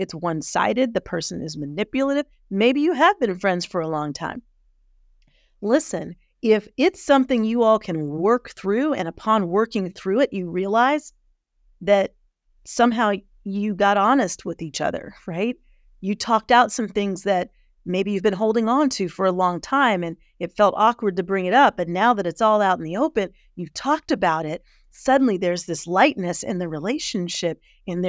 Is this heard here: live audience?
no